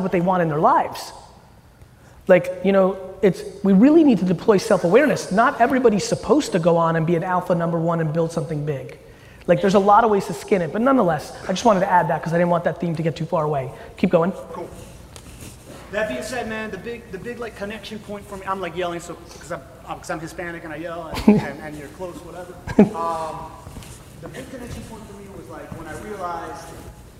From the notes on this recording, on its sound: Today’s episode is from a keynote that I gave in Mobile, Alabama during Senior Bowl weekend last month.